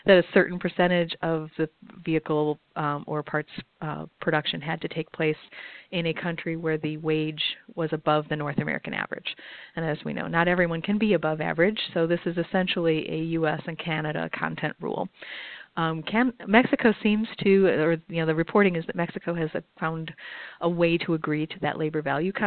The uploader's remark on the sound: for a conference call